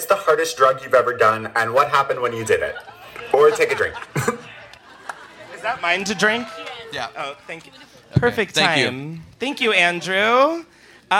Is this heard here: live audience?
yes